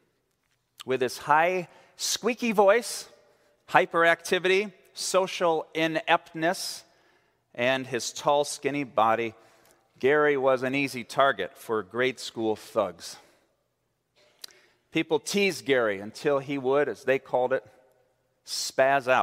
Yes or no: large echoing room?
yes